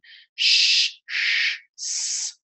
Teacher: And with S sounds, there's no stopping of the flow of air. There is constriction of the flow, of a strong constriction, but not actual stopping. · the air keeps going, but it's highly constricted. Whereas with a full-on consonant, it stops momentarily. · Term: sibilant